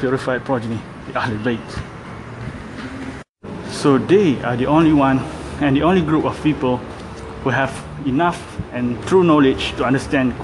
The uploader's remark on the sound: Sorry if my voice seems vibrated a little bit. I'm recording this while walking, since it's late for me to enter office.